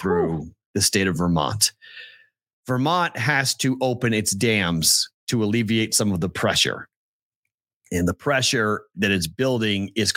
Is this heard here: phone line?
no